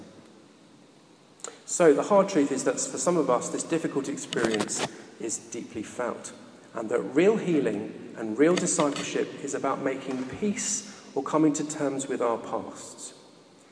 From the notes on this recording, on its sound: recorded at a Moot Community Eucharist at St Mary Aldermary Church in the City of London